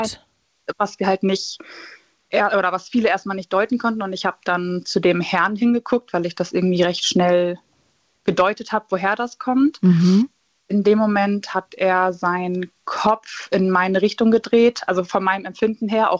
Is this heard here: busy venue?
no